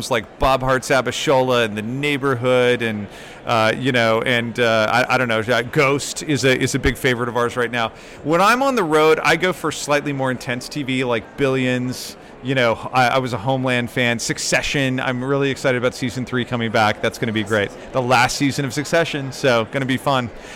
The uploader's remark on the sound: Special episode from T3. Live from the T3 floor expo floor.